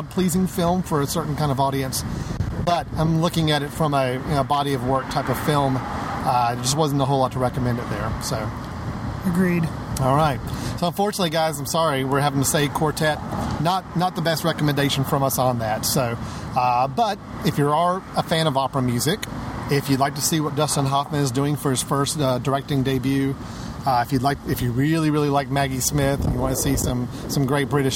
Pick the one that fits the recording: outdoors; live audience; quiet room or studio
outdoors